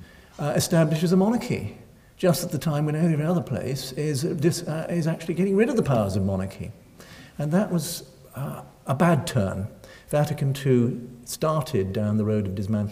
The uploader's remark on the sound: Recorded Tuesday 1 May 2012 at St Cecilia's Hall, Edinburgh.